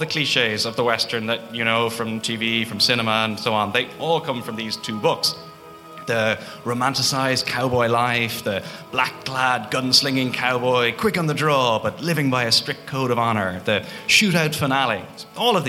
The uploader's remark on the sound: WTTE Live at Liberty Hall. A recording of September's live show for the Dublin Podcast Festival. Featuring live music.